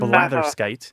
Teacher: And in the United States, we actually have blather skite. We say it with an ah instead of an eh.